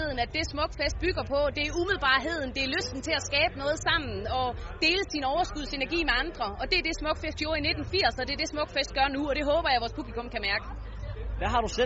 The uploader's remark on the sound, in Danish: Live fra Smukfests Ambassade på åbningsdagen.